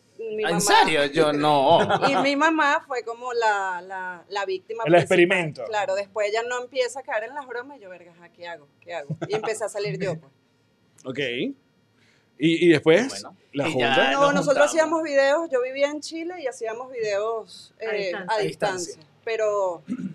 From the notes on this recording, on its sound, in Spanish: A tope en Madrid. Grabamos directamente desde Guasa Madrid junto a nuestros Patreoncitos.